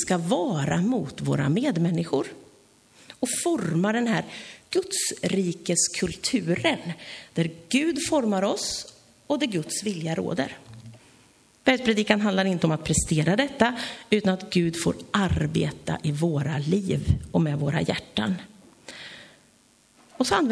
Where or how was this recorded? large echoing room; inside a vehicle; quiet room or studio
large echoing room